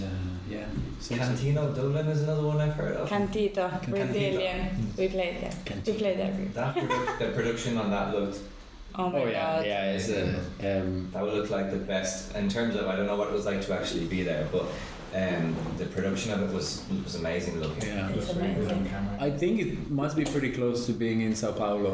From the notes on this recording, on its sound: Just a quick note before we begin on the sound quality in this episode. It’s the first time we’ve had 6 people in the studio, well actually we couldn’t fit in the studio so it was recorded in a different room, so the quality of the sound isn’t quite what you deserve.